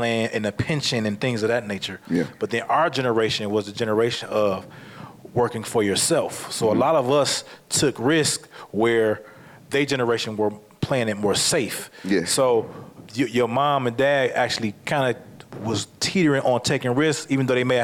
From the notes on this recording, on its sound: This episode was recorded live in July 2023. Amplifier is filmed and recorded in front of a live audience at the Radio Milwaukee studios in Milwaukee, Wisconsin.